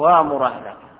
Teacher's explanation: نبدل الهمزة حرف مد من جنس الفتحة وهو الألف · Term: إبدال للهمزة الساكنة